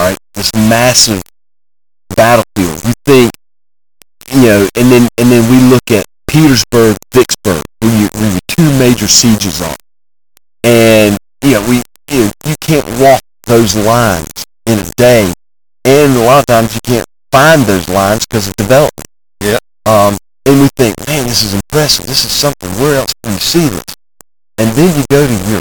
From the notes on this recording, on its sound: I return to Brunswick Town to interview the site manager. The quality of the original interview was perfect, but I developed some kind of white noise when I transferred the audio.